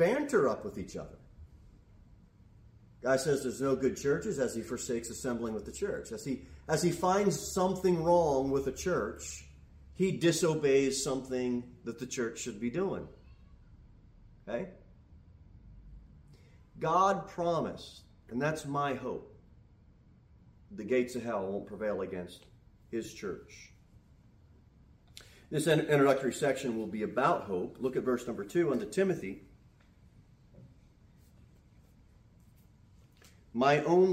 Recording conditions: large echoing room